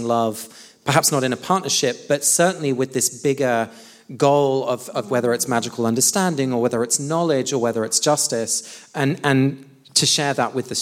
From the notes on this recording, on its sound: Live from London. This week we come to you live from our London show.